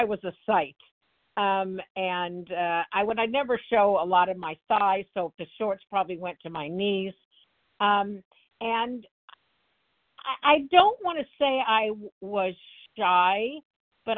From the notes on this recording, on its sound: the 100 Pounders Phone Meeting, 12/12/23